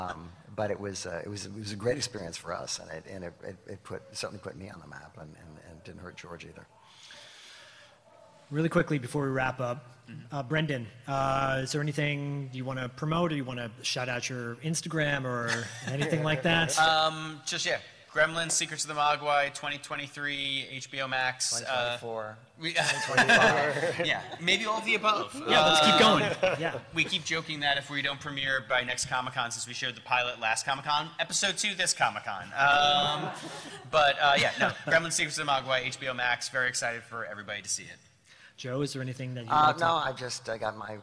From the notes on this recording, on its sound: live from Los Angeles Comic Con!